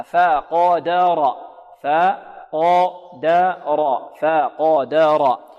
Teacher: الفاء هنا مرققة والقاف مفخمة والدال مرققة والراء مفخمة